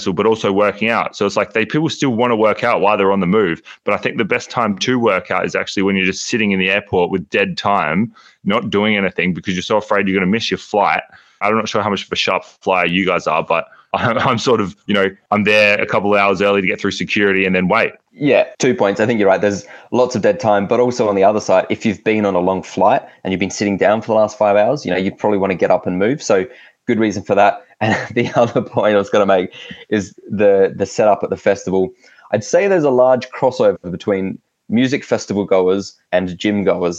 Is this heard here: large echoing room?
no